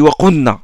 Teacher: Il rentre le lam dans le nun.